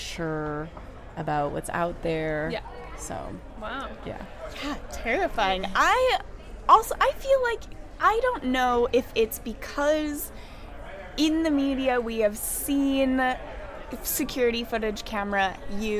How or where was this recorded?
busy venue